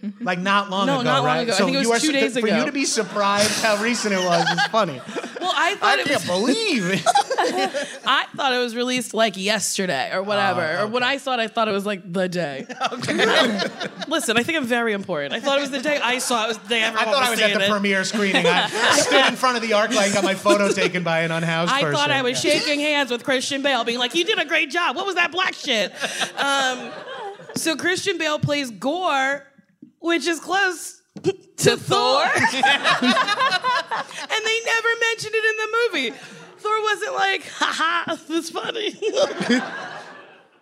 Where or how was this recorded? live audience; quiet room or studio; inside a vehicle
live audience